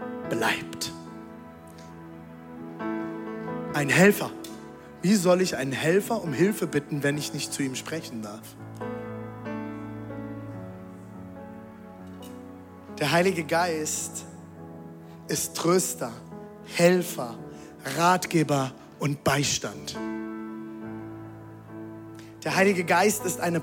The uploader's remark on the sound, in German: Audiomitschnitt der Predigt